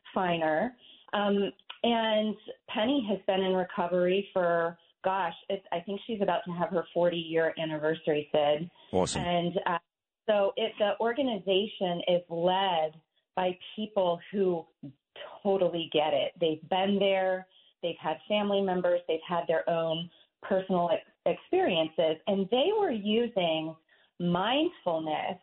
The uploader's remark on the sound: call into the morning show